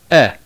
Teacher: Short E is pronounced E, like the letter E in the English word set. It is relatively open and short.